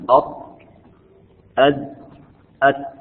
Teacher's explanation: طرف اللسان مع أصول الثنايا العليا ويخرج منه الطاء والدال والتاء وتسمى حروف نطعية لخروجها من قرب نطع الفم أي من غاره وهو الجزء الأمامي من الحنك الأعلى.